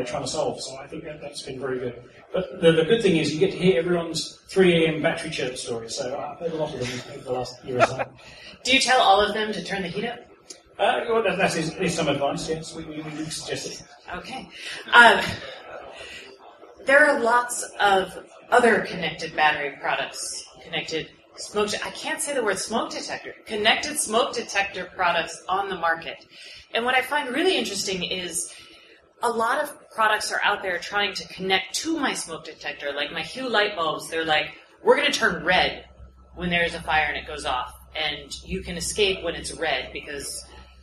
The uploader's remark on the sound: This is a recording of the Smart Home Show Live, which was recorded on November 19th at the Target Open House smart home concept store in San Francisco.